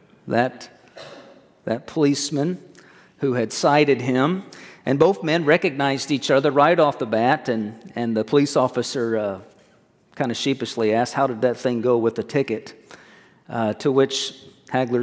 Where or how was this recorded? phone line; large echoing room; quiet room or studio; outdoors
large echoing room